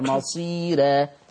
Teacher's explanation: ترقيق الراء لورش عن نافع